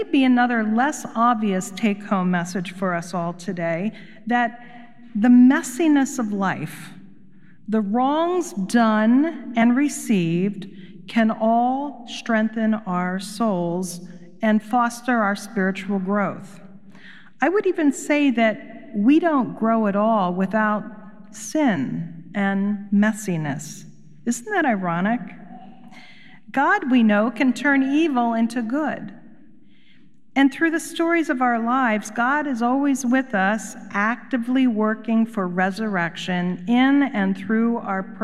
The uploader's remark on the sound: Recorded live at Beatitudes Church in Phoenix, AZ on 9.10.23